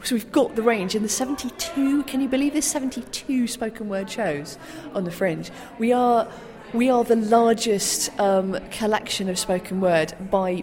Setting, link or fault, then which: setting, busy venue